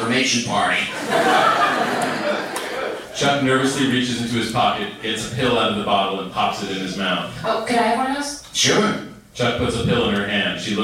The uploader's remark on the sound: We recorded this one live from SF Sketchfest 2017. Before the table read.